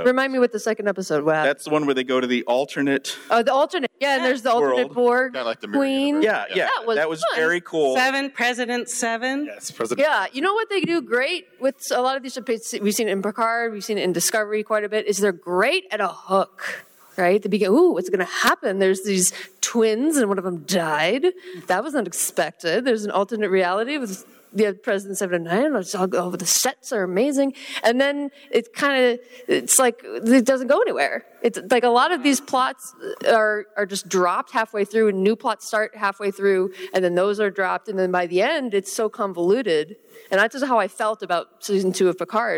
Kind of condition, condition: setting, live audience